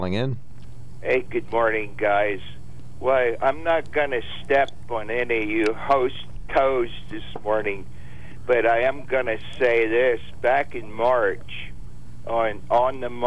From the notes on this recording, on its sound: Then vibrant open phones. During open phones.